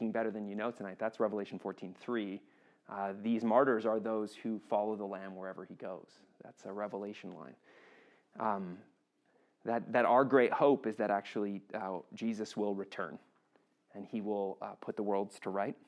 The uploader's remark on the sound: This session was recorded on December 7th 2023 at Brentview Baptist Church.